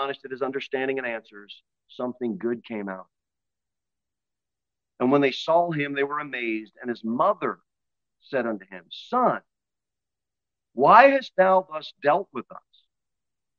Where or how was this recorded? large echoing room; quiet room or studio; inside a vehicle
large echoing room